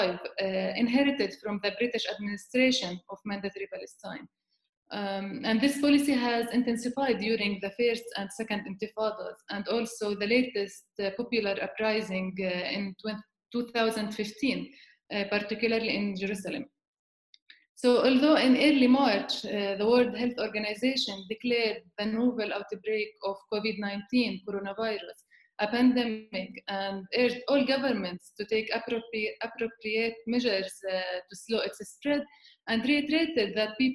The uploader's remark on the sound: We will be speaking with our guests, one or several at a time, via Skype.